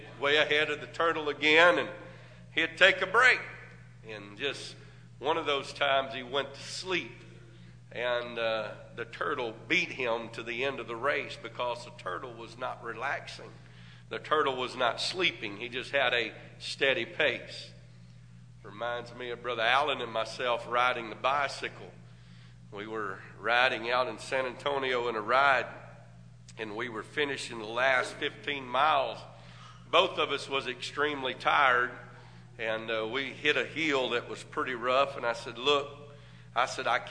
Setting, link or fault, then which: setting, large echoing room